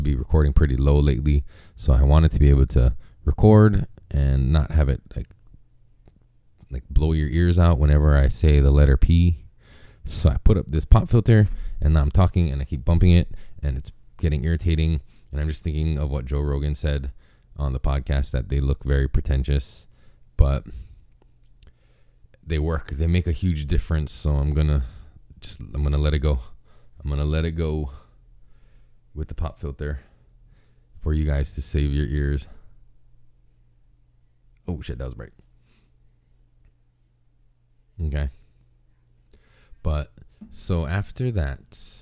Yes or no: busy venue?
no